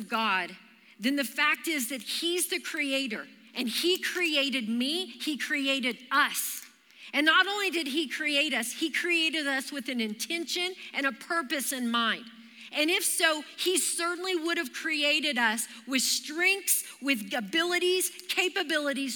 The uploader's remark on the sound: Recorded live during our Wednesday night service.